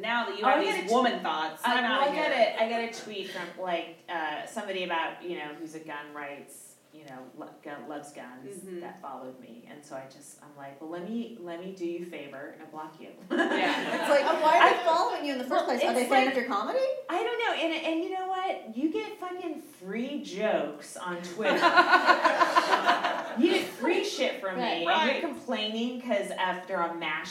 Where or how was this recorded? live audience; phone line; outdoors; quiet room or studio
live audience